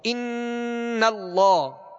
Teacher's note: اس میں غنہ کر کے پڑھیں گے کیونکہ نون مشدد ہے